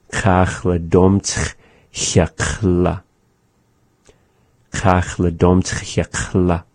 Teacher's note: we're ending on that ch, which is at the back of the mouth, is that X sound